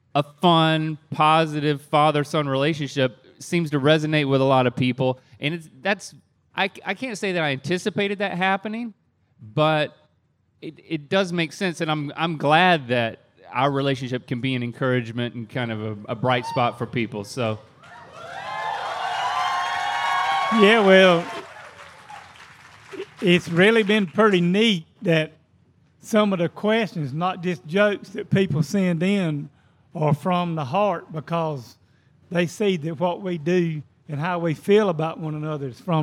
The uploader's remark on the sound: We’re live at MythiCon!